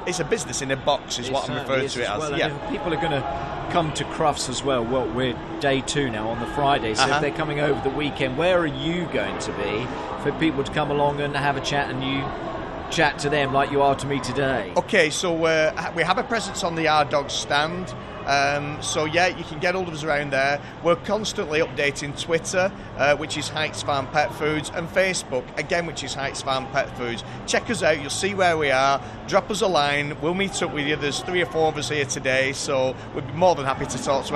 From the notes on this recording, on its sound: talks on Day 2 of Crufts 2018